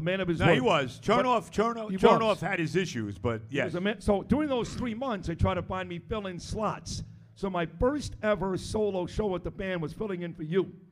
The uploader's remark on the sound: Live from Hackensack Brewing